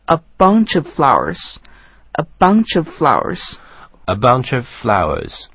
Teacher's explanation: 那么这个时候连读会出现在 bunch 和 of, O-F 这个词之间，然后大家可以试图把这个两个词去连一下，那么连读的版本就是 a bunch of flowers,A bunch of flowers.